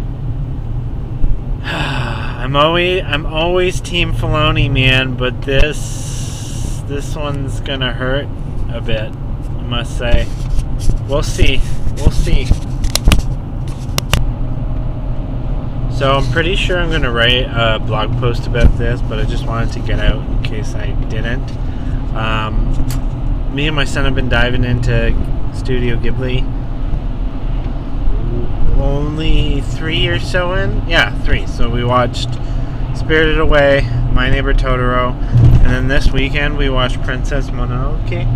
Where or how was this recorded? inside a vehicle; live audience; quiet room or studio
inside a vehicle